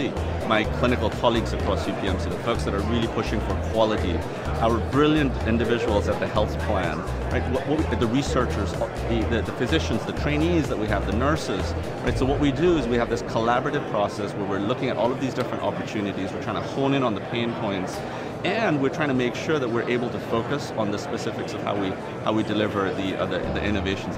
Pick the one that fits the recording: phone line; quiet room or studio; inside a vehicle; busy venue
busy venue